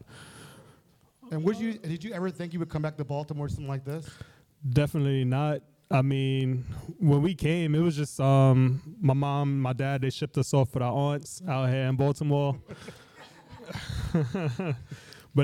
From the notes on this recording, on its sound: In our first live show at the Baltimore Peninsula. The episode was taped in front of a sold-out audience in the Penthouse Suite at the Baltimore Peninsula.